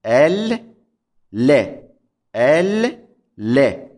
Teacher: هناك لام ساكنة ولام مفتوحة، تلفظ بلامين لكنها تكتب بلام واحدة، لام مشددة طبعا، لكن بالنتيجة هي لامان، اللام المشددة هي لامان وليست لام واحدة كما لعله يتوهم، هناك لامان.